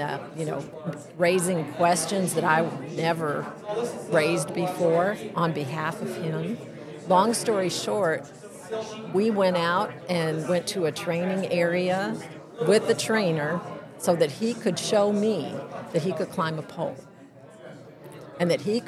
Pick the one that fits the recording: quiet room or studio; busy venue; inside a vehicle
busy venue